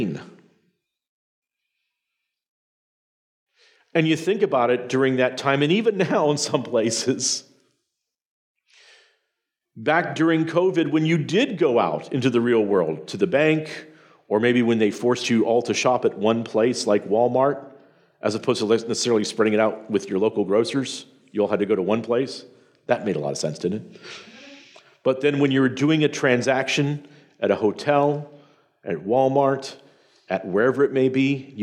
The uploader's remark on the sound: presentation from the Sovereign Nation’s Mere Simulacrity Conference